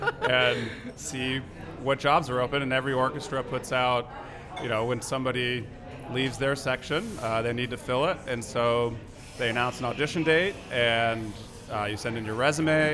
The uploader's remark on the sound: Recorded at Fools & Horses on Boadway, Winnipeg